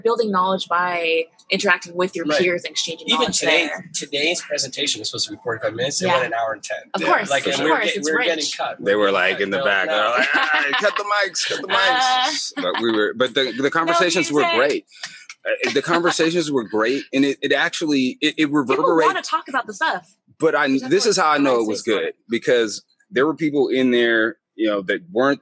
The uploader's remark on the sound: Live from the VRMA International conference in San Antonio